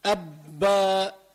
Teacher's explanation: لاحظ الحرف المشدد أبا كأنك عم تلفظ حرفين